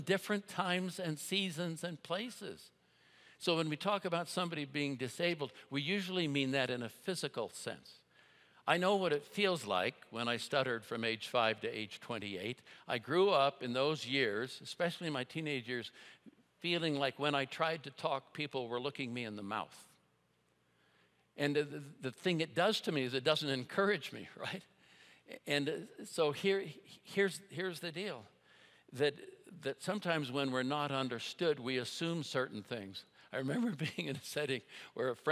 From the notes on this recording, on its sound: At Timberline Church - Audio.